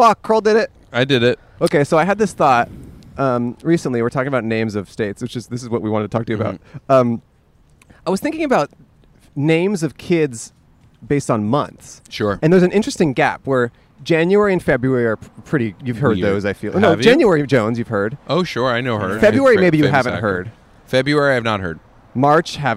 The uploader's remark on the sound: Outside A Disgusting Bathroom. We plopped our soggy asses outside of the place we were both born: a park bathroom!